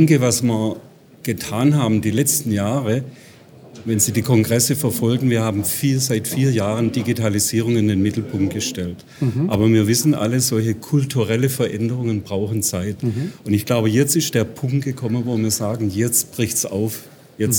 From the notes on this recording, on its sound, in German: Im Interview auf dem CC 2018. Congress der Controller in München. Der Performance Manager Podcast war live vor Ort und hat auf dem größten Controller-Fachtreffen Europas mit den Who‘s Who im Controlling geredet.